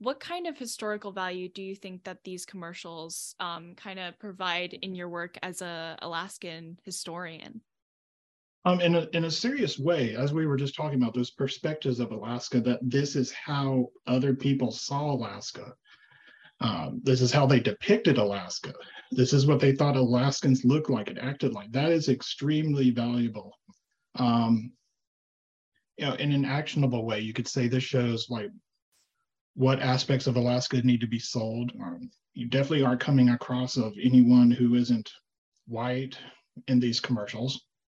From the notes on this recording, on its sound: Zoom Room. Alaska Teen Media Institute is based in Anchorage, Alaska.